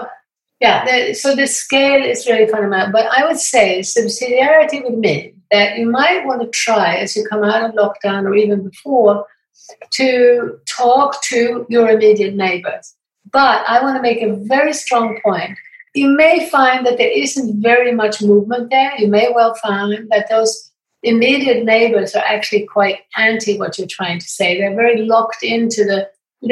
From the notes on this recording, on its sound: We wrap up our weekly Zoom Conversation Series.